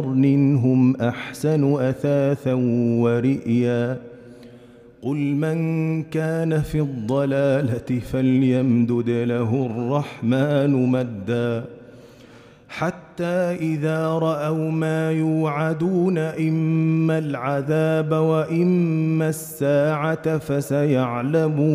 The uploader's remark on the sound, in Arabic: مسجل من صلاة التراويح بمسجد السلام بحي مشرفة بجدة.